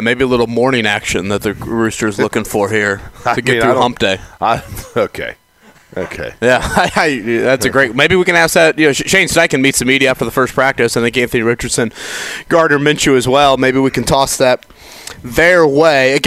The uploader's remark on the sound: LIVE AT COLTS CAMP!